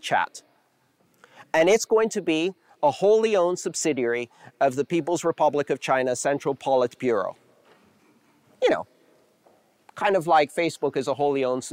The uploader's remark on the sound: Live talks released in podcast form. The live crowd and that guy with the great laugh about three quarters through.